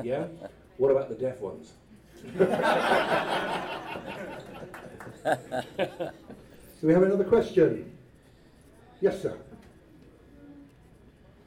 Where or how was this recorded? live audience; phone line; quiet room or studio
live audience